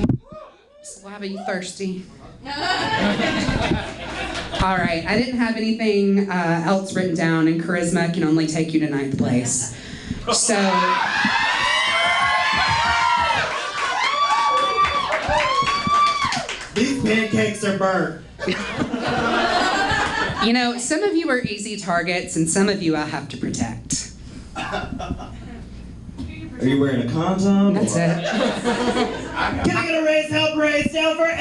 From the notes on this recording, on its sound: Live audio from Roast in Peace. (LIVE AUDIO).